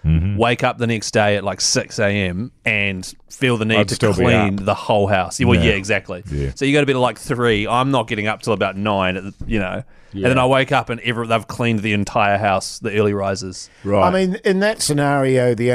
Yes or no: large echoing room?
no